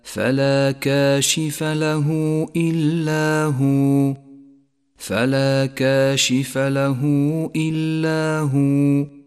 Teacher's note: حيث جاءت هاء الضمير وجاء قبلها حرف متحرك وبعدها همزة، يسمى هذا المد مد الصلة الكبرى، وهو مد جائز.